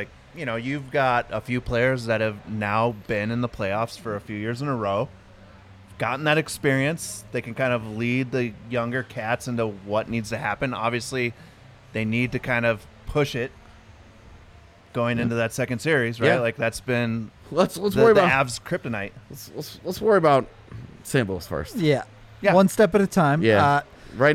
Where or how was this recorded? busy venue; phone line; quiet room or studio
busy venue